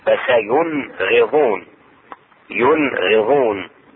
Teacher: حرف الغين ومخرجه أدنى الفم، يعني أقرب الفم، مخرجه أقرب الفم. · النون الساكنة عند الغين تظهر